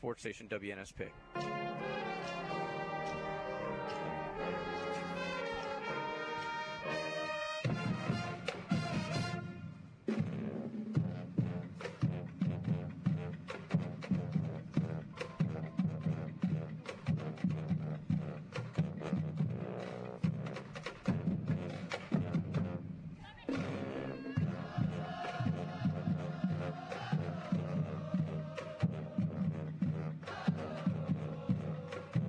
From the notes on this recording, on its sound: High School Gameday at Mary G. Montgomery. LIVE from MGM before their Thursday night game against Alma Bryant!